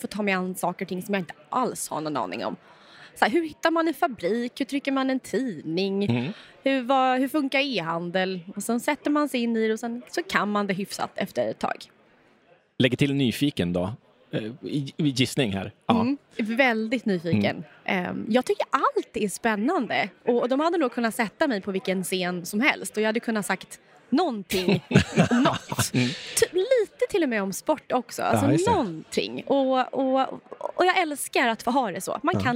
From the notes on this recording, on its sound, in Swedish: Avsnittet är en livepodd från Techarenan Summit 2023